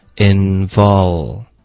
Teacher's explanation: 舌头顶上去上额，导致一个嗯的音，然后就滑到一个 vol 的音